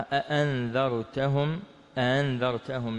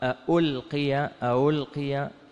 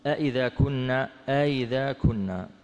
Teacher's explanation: فهو النطق بالهمزة بين همزة وحرف مد · Term: التسهيل